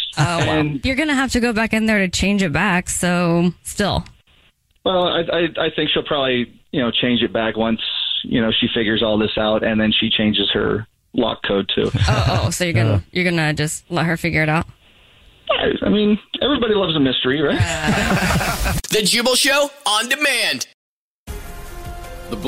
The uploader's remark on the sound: The woman on the phone